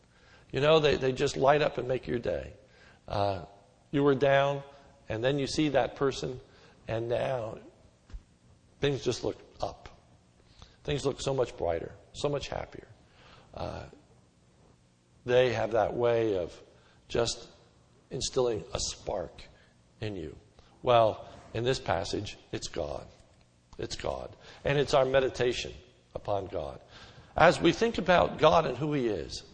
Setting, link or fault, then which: setting, large echoing room